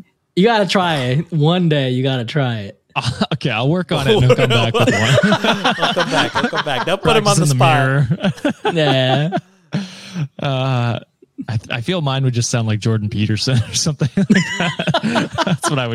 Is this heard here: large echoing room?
no